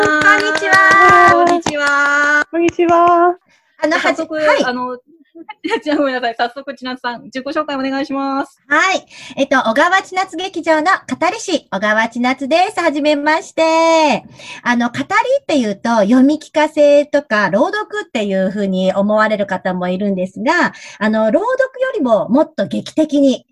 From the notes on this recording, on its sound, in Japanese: 今回は、Zoomでお茶会！